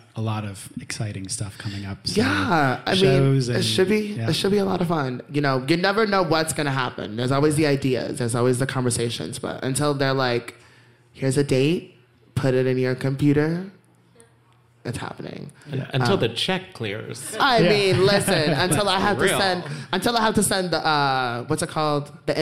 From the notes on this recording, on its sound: It's the very first Spark Parade live show!! Three fantastic guests join me live. In front of a live audience at Brooklyn's incredible C'mon Everybody.